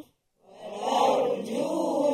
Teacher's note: Sebab sebelum huruf ra yang mati ya sukun tu, sebelum dia huruf ta yang berbaris fathah dari atas. Maka bunyi tebal.